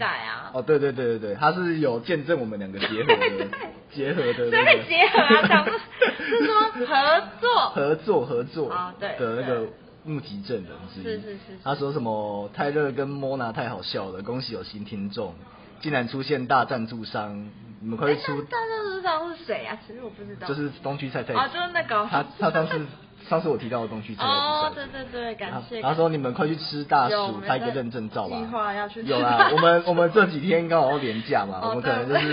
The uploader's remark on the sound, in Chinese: 因為錄音地點附近是校園所以會有鐘聲XDD還請大家多多見諒ㅠㅠ。因為是頻道草創時期，所以有雜音或是音質上的問題還請大家見諒。